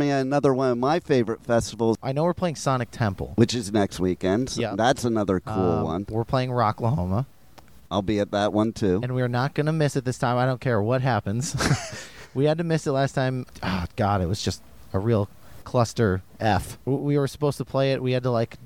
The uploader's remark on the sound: At the Welcome to Rockville festival. The iconic venue of the festival, the Daytona Speedway.